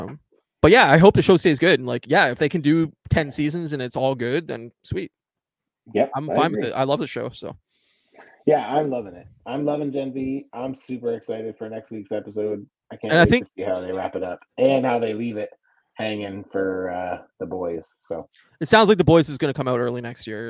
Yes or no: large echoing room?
no